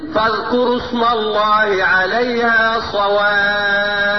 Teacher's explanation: اقف عليها بست حركات مع السكون المحض، مع مراعاة ان انا ابين التشديد